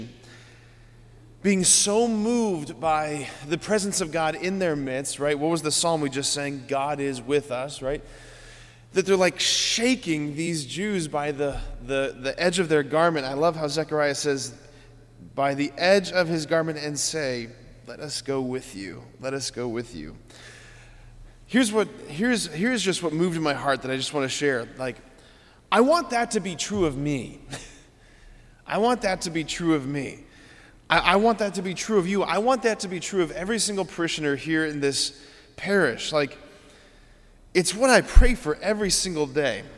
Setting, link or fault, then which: setting, large echoing room